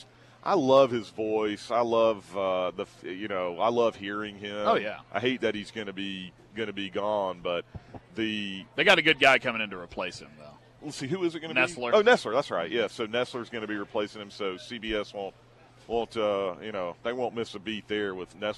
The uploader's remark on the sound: broadcast live at the Chick-fil-A in Beechwood